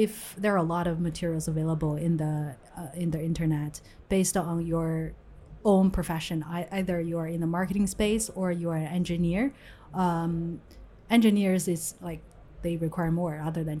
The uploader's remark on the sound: LIVE from Hong Kong FinTech Week and Singapore FinTech Festival